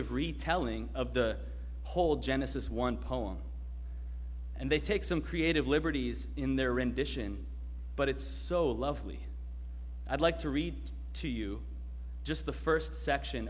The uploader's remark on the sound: Sermon preached at RCHP on January 2, 2022.